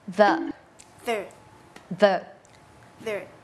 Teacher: เส้นเสียงของเราเนี่ยมันจะสั่นแต่วางปากเนี่ยมีคล้ายกันมากๆเลยค่ะคือวางที่เดิมเลยคือลิ้นอยู่ระหว่างฟันบนกับฟันล่าง · Term: voiced